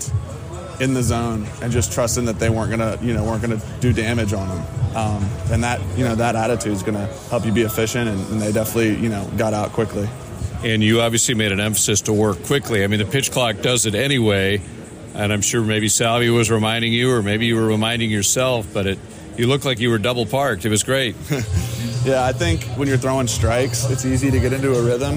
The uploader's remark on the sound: Despite it being a rain-soaked Wednesday. Broadcasted live from Independence Golf Club at the 1st Women's Open of Virginia.